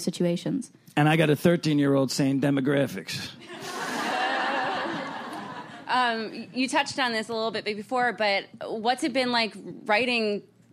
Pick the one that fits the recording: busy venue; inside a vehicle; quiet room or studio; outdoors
busy venue